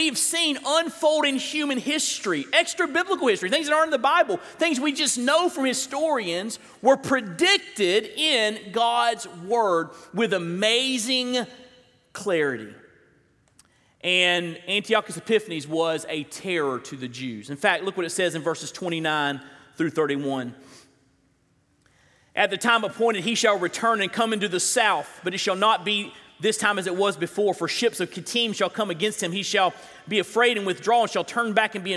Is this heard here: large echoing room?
yes